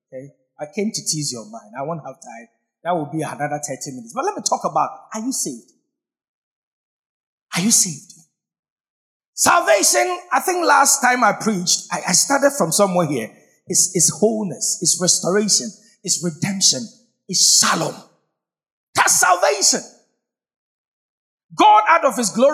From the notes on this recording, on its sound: Sermon preached at CBC Shiashie Campus